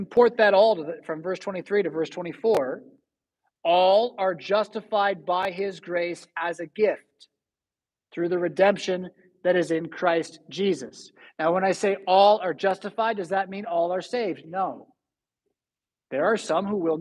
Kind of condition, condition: setting, large echoing room